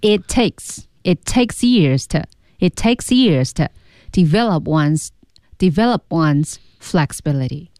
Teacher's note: 那这句话最慢的两个单词就是一个是 years，其次是 take